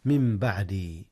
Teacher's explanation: حيث النون انقلبت ميما قبل الباء · Term: الإقلاب